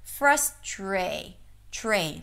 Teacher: When the TR go together, it often sounds like a ch sound instead of a T.